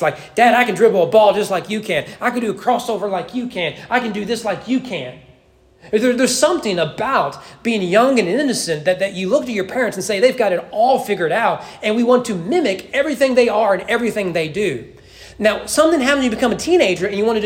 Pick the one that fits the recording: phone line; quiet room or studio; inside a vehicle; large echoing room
large echoing room